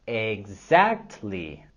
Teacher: En la palabra exactly, vamos a subir la entonación en la segunda sílaba.